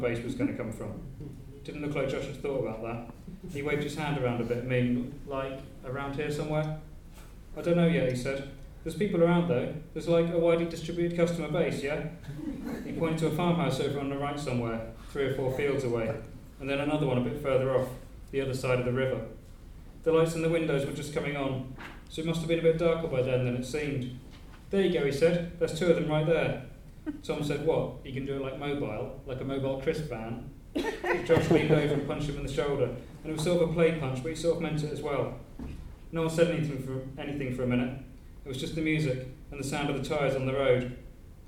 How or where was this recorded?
live audience